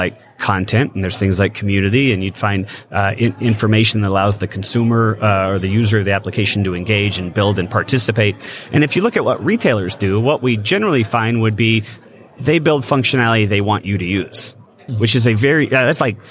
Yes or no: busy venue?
yes